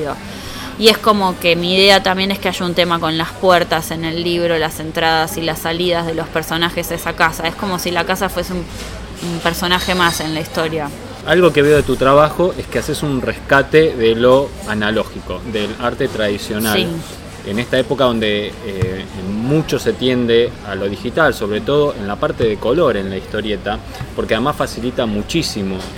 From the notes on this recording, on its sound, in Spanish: nos encontramos a tomar un café en la Gcomics Meetup #10